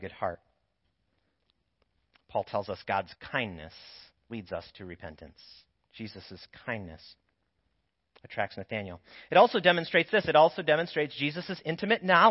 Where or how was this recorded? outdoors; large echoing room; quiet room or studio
large echoing room